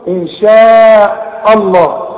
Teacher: الهمزة مرققة، رقق الهمزة، لفظ الجلالة هو المفخم